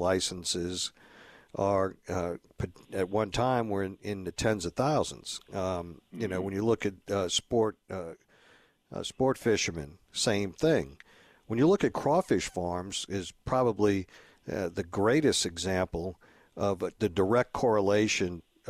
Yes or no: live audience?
no